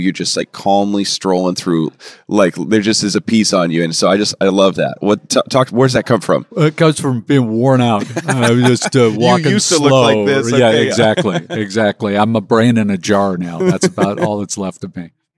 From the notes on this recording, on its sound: Recorded at NRB's Proclaim 2019 in Anaheim, CA.